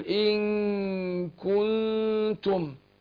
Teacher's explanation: بخفي النون في نفسها عند الحرف مع الغنة حركتين · Term: إخفاء النون عند الكاف